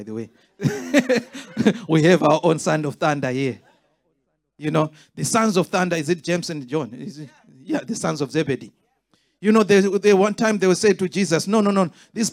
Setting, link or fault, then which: setting, live audience